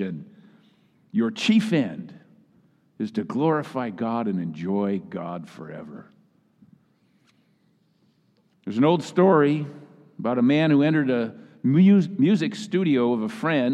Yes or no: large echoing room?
yes